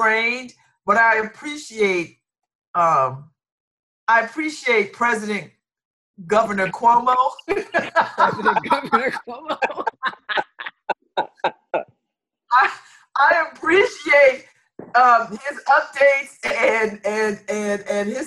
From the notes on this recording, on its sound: Like almost everybody else, we're connecting over the internets. Check the audio from our April 3, 2020 Zoom connection.